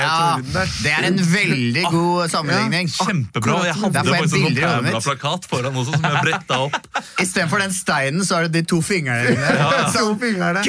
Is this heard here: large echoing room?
no